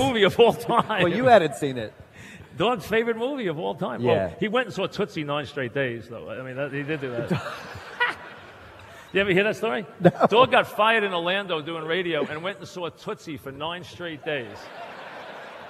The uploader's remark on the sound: Live at the Tilles Center